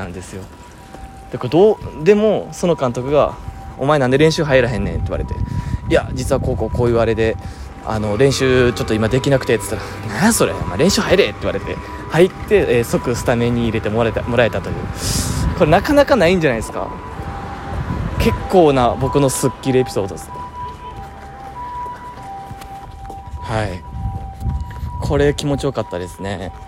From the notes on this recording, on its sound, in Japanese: 歩きながら撮ってみました。かなり息切れしました。